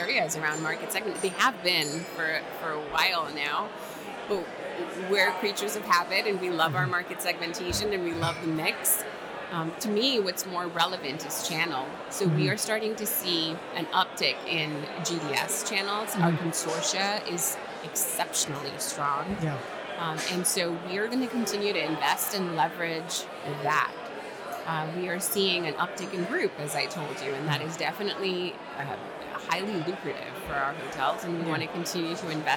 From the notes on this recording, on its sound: at the 2023 Hotel Data Conference in Nashville, Tennessee